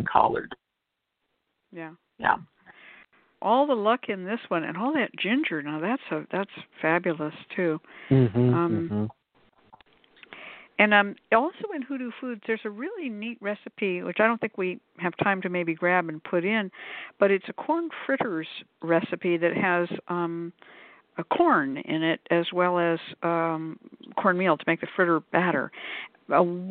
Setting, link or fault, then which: link, phone line